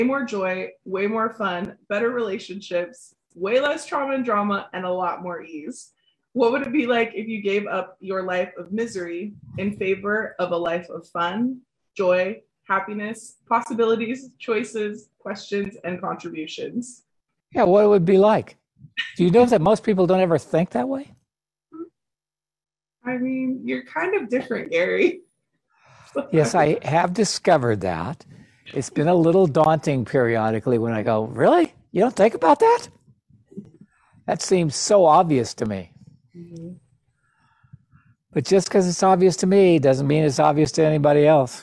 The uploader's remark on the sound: The recordings of a recent zoom. As part of the Divorceless Relationships book club.